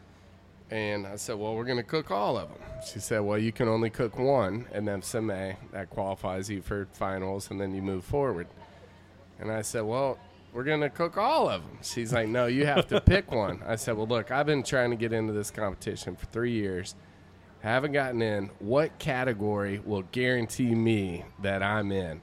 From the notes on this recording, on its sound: Live at The Jack Daniel's World Championship BBQ Invitational.